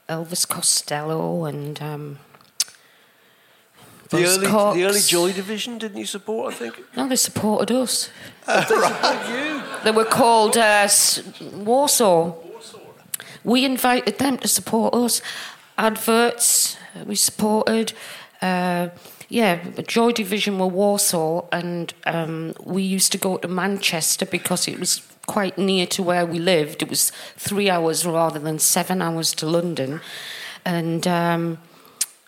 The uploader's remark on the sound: recorded with an audience at London’s 21Soho club in late November